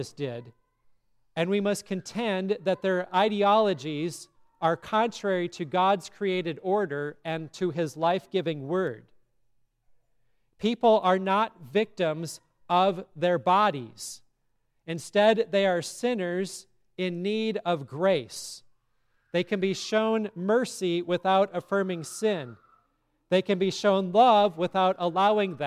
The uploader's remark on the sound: from the service at Grace Lutheran Church, Lexington, MO on February 4, 2024